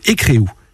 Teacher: le R s'est déplacé dans le mot « écérou » est devenu « écréou » · Term: métathèse